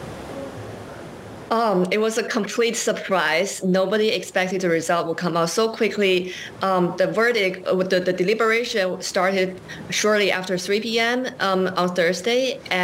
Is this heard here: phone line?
no